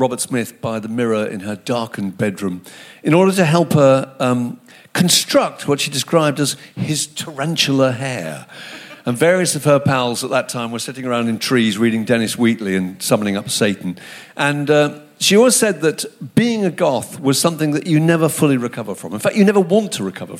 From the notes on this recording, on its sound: a live podcast recorded at London’s 21Soho